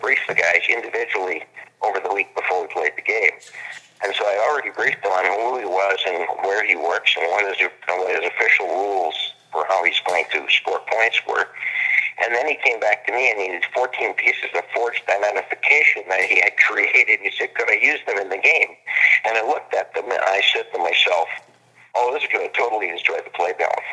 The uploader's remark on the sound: Live from Blackmoor Studios! Was on the phone and we were in an open hallway so the audio is not as great as we would have liked.